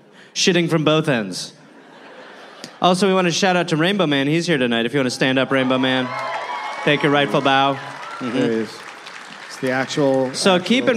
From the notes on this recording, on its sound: Recorded live at the San Jose Improv.